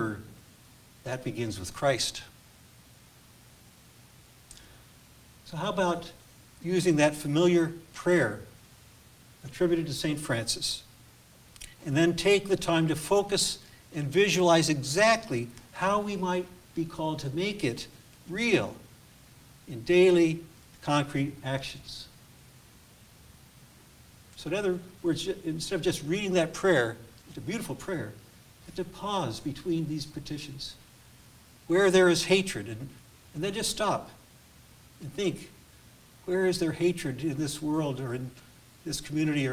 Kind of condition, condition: setting, large echoing room